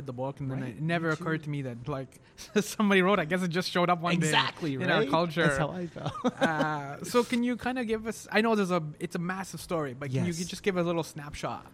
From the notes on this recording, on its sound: Recorded: Thursday, March 7, 2019 at 11:30 am (EST) at Paintbox Bistro